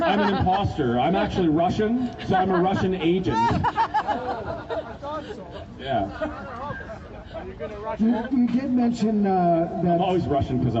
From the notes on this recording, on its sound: LIVE at the Calgary Rally